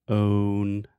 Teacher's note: You really have to have the O sound, that long moving vowel.